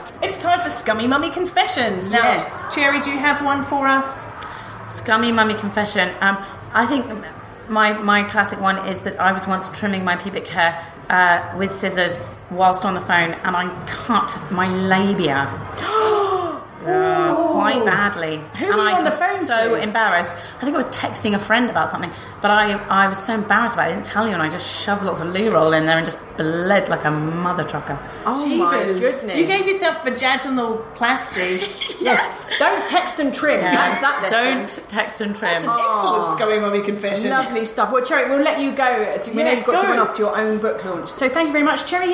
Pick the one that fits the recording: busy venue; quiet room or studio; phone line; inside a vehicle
busy venue